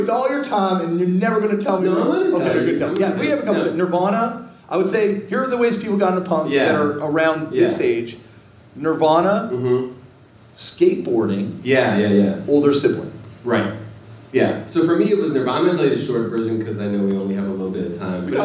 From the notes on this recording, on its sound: TURNED OUT A PUNK LIVE IN PHILLY. Let’s do it Philly Style as the Turned Out A Punk Live tour rolls into Hostile City USA!